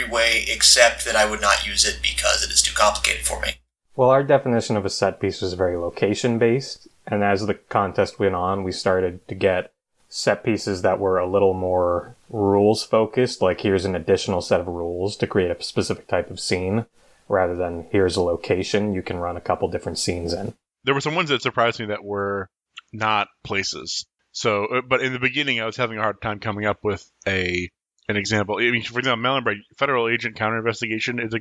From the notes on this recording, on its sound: Sorry about the audio quality this week